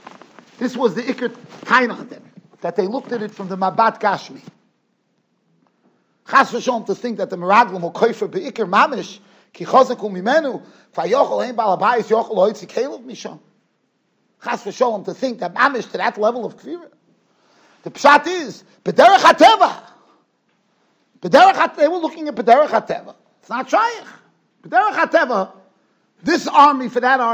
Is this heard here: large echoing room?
yes